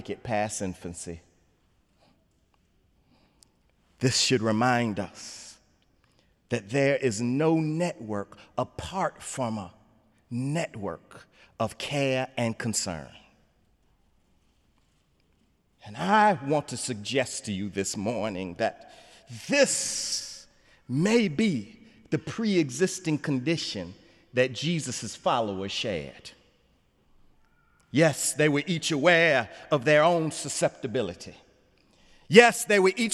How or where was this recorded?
large echoing room